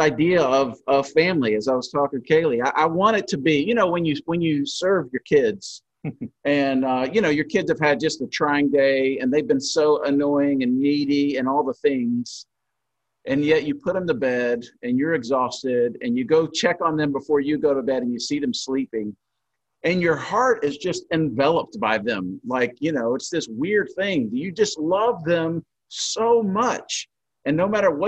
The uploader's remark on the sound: In this session on Zoom